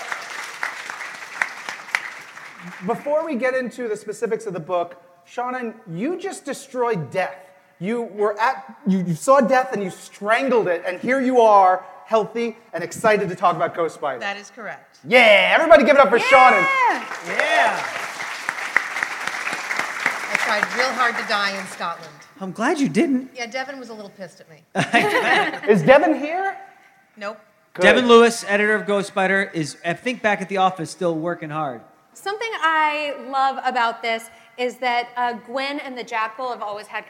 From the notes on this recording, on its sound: Live from New York Comic Con